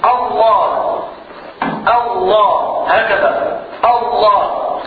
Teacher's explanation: فأنطق بهمزة الوصل همزة قطع